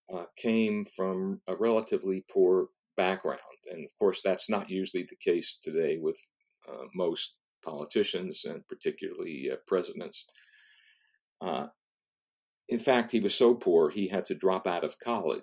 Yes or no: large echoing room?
no